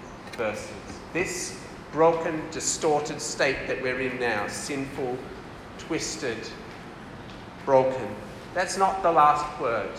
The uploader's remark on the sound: This talk was delivered for MCKL CF Camp in December 2023.